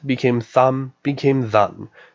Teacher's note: In late Common Germanic, M at the ends of words became N, so tom, meaning that, became tham, became than, meaning then.